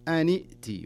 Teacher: وإن أن ساكنة أيضا التقى الساكنين فإذا التقى الساكنين نكسر الساكن الأول تصير النون بدل ما هي سكون كسرة